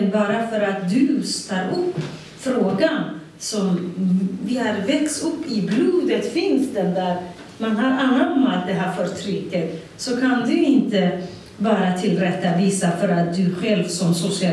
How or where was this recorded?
live audience